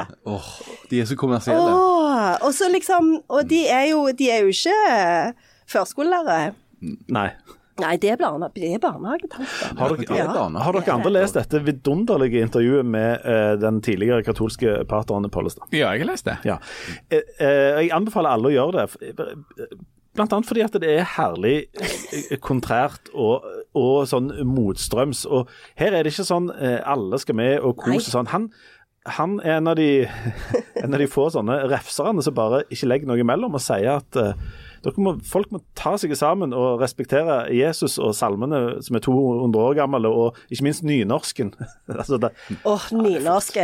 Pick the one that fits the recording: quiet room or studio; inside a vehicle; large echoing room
quiet room or studio